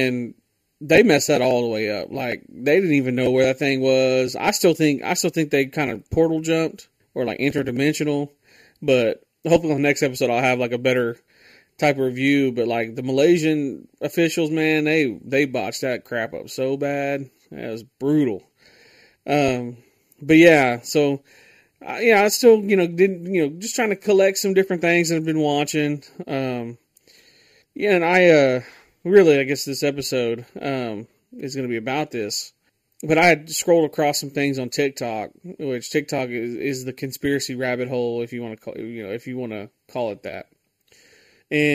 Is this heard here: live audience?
no